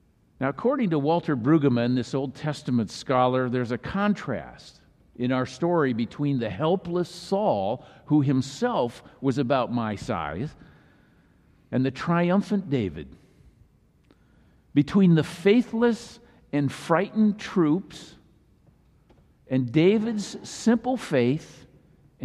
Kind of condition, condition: setting, large echoing room